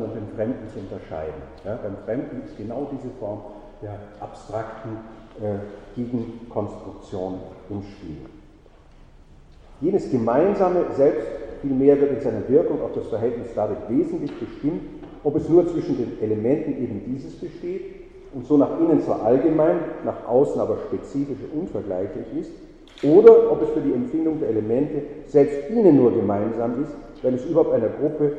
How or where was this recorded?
large echoing room